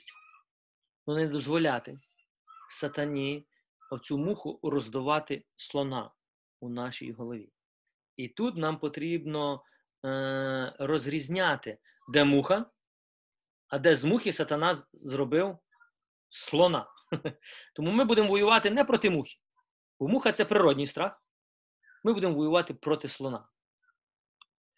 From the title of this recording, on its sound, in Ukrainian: Zoom зустріч